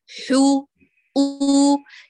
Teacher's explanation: لاحظ ما في غنة أبدا في الحاء، لا نقول حو حو، لا تضغطي إلى الداخل، حرري للخارج، حو.